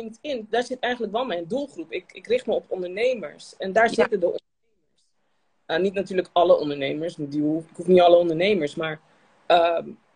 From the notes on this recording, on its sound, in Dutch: Dit is een audio van de live die ik deed op Instagram.